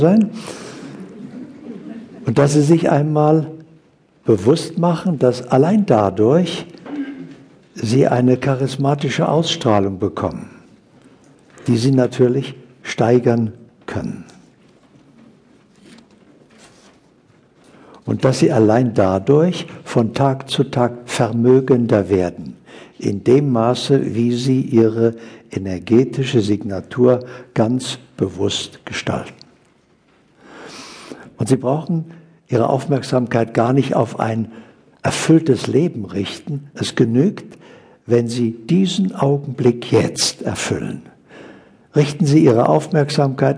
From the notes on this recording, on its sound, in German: Bewusstseins-Live-Seminar